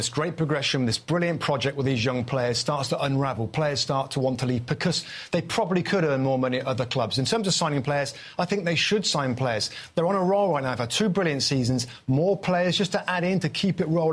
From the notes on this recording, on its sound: Special Edition Season Preview From The Emirates. Live on location from the home of Arsenal - the Emirates Stadium.